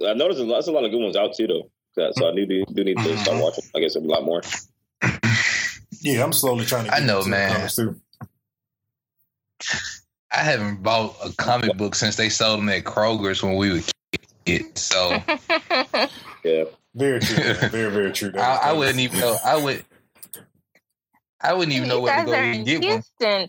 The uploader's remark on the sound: We apologize for the quality issues in this episode